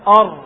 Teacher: ارتعاد رأس اللسان ارتعادة واحدة خفيفة عند النطق بحرف الراء · Term: التكرير